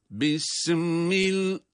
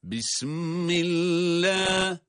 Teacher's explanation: Sanki sinde esre var. Mime bağlıyor. · Shown in: first take